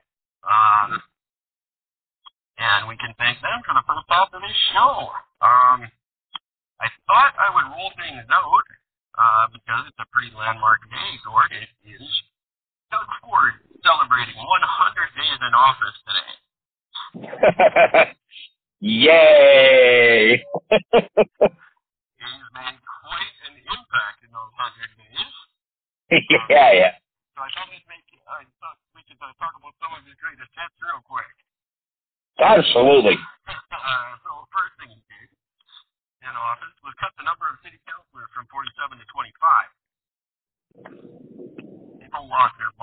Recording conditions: poor sound quality